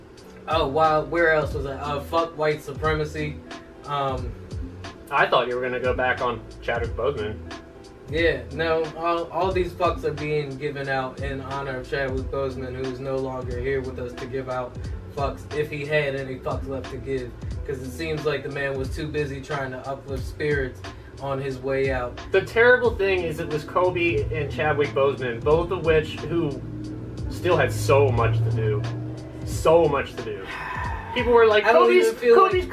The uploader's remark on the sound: We had technical difficulties in recording so this is a port of the YouTube audio.